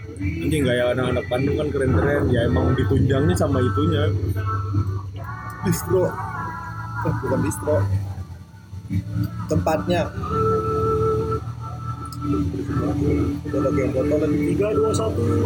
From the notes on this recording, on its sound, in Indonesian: audionya udah lumayan, ada backsong tapi bukan kehendak kami, ini dari pihak tempatnya